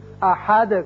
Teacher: اس طریقے سے ہو اللہ احد ہے، لیکن یہاں آیت ختم ہوتی ہے لہذا دال ساکن ہو جائے گا اور اس کی صفت قلقلہ ادا کریں گے، احد کر کے پڑھیں گے۔